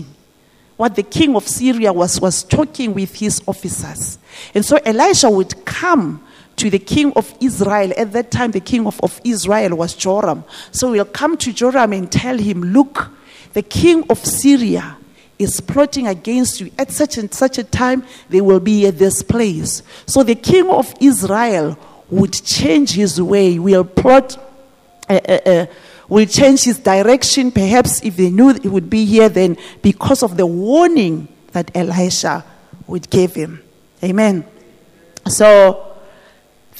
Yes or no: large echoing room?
yes